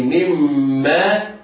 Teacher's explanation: الميم في مما حرف شديد، حرف مشدد يغن بمقدار حركتين